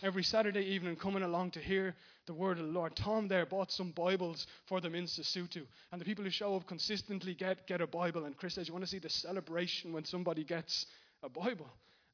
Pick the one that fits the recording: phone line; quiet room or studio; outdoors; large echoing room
large echoing room